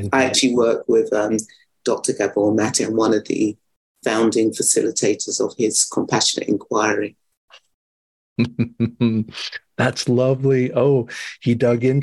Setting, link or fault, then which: link, video call